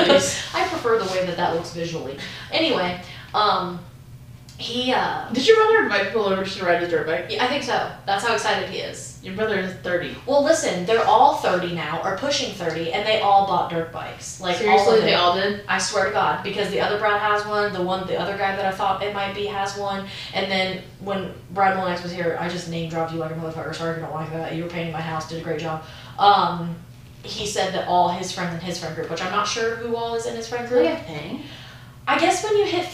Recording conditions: poor sound quality